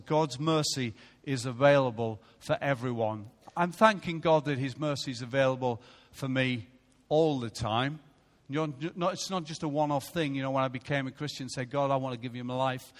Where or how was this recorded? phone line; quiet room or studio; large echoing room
large echoing room